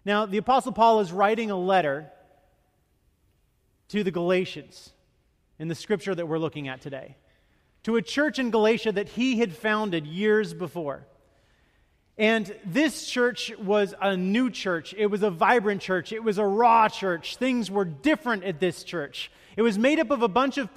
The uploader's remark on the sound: Message delivered during the Traditonal Worship service.